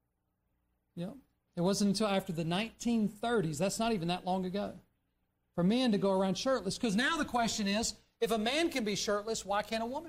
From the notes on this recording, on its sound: during the Sunday evening service on September 10, 2023, at Southside Baptist Church in Mount Airy, NC